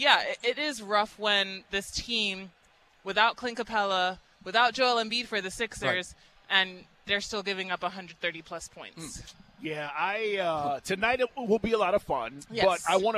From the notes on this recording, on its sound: LIVE at State Farm